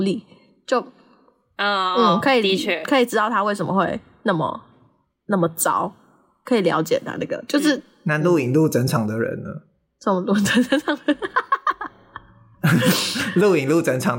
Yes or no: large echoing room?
no